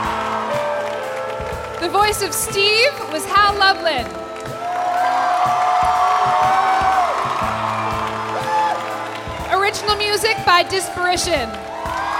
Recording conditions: live audience